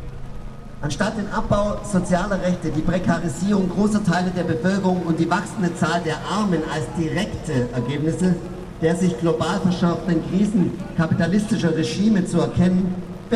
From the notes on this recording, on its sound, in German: Eine Democollage vom 1.Oktober 16 in Heidelberg. Trotz zeitweise starken Regens haben 800 Menschen aus ganz Süddeutschland am Samstag für die Rechte von Geflüchteten und gegen die Abschiebepolitik der BRD demonstriert.